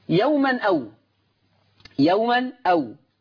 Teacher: يعني هحرك التنوين بحركة الهمزة فتبقى نون مفتوحة، ما هو التنوين ده نون، هي يوما يعني نون ساكنة، فلما حركها هتبقى نون مفتوحة. · Term: النقل